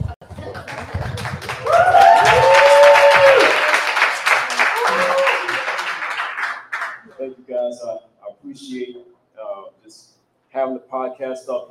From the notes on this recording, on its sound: This is a playback from the C.O.L.O.R.S. Poetry Book Release Party on Sunday, September 24, 2023 at The Sparrow Comedy Bar in North Charleston, South Carolina. Recording the event on live stream, performances from some of the most talented poets in the area.